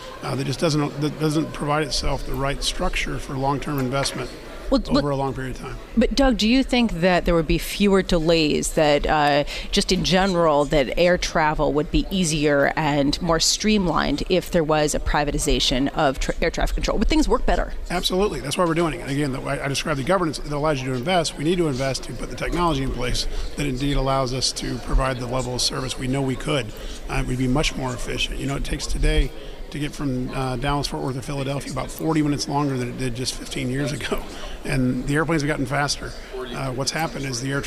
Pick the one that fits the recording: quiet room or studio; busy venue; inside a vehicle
busy venue